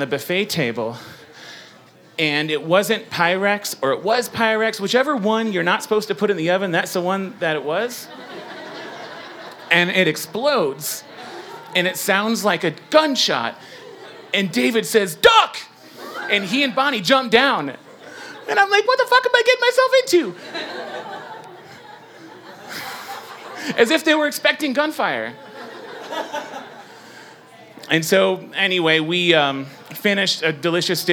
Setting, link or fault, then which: setting, live audience